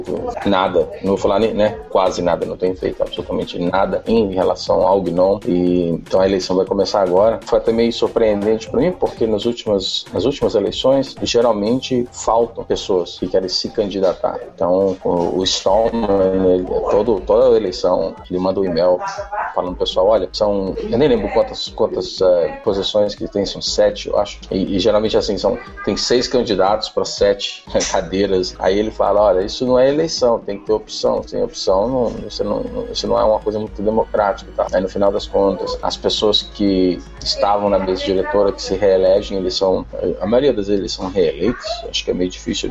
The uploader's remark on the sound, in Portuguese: mesmo com um pouco de barulho o episódio foi gravado